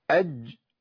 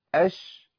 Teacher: يبقى انا عندي الجيم بيبقى فيه التصاق كامل، الشين التصاق اقل